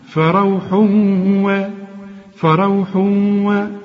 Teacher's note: التنوين اللي بعد واو، الواو من حروف الإدغام، اوعى تنسى الغنة، وكأن الواو عليها الشدة